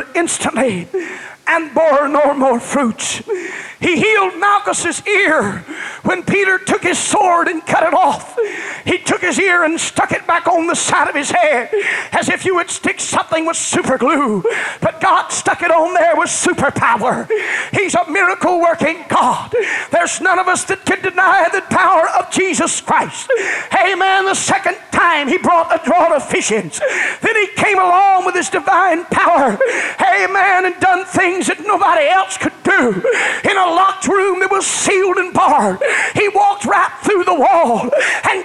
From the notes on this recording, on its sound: This message was delivered at First Apostolic Church January 29, 1989.